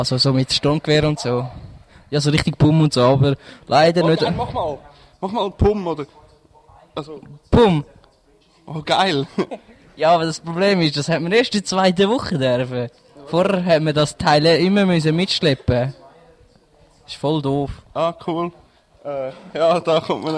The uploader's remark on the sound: Dock 18 Live Teil 1.